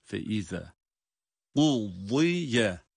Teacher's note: Burada feiza zel harfi. Peltek ama ince okunuyor tabii ki.